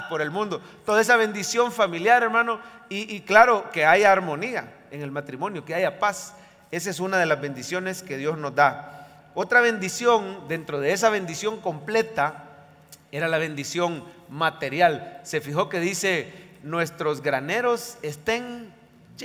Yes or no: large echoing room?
yes